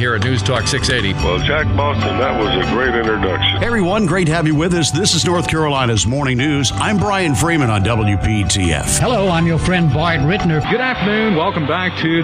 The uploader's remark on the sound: broadcasting live from the NC Pet Expo